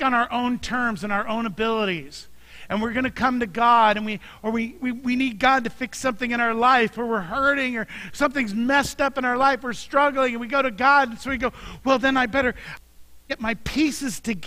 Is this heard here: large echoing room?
yes